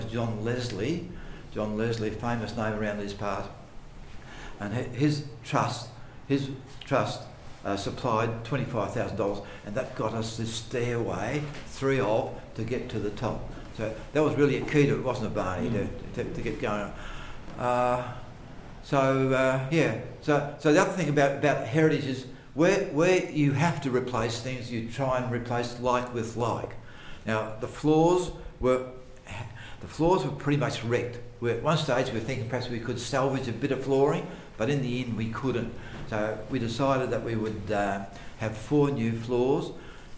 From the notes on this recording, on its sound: Melbourne newCardigan cardiParty Recorded Live. Our November Melbourne cardiParty was a wonderful day trip to Sale, with a trip to the historical Sale Water Tower (designed by John Grainger), lunch at an impeccably restored pub called the Criterion (built circa 1865) and finally a river cruise to check out the swing bridge.